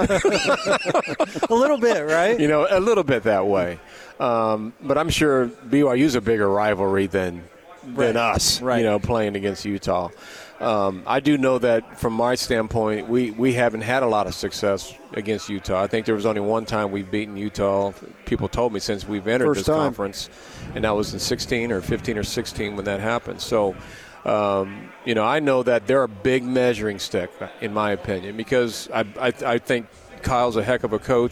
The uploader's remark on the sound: LIVE from Pac-12 Media Day in Los Angeles, CA.